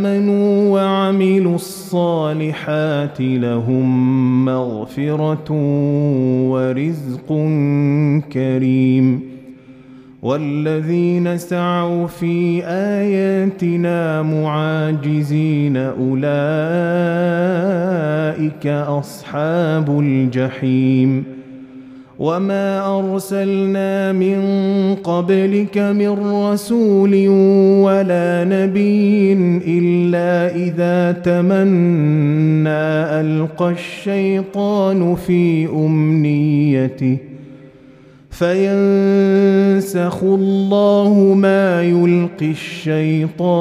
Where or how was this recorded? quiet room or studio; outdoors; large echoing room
large echoing room